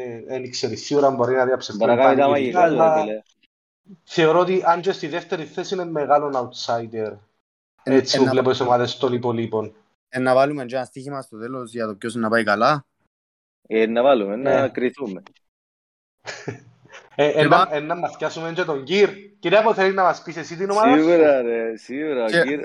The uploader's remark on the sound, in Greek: Live συζήτηση στο discord του FPL Cyprus